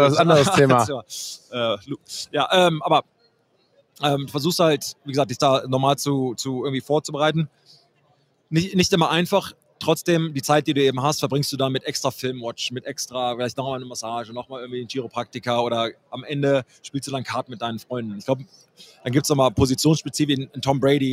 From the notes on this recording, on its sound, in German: Hat live von Radio Row in Phoenix aufgenommen.